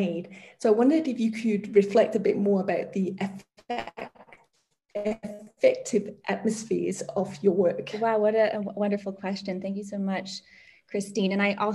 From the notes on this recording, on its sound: joined us for a Greenhouse online book talk